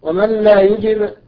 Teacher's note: ومن لا يجب هذا إدغام، نعم إدغام بغير غنة